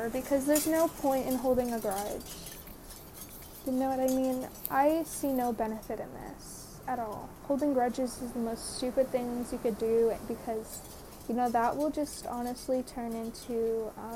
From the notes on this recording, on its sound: the background noise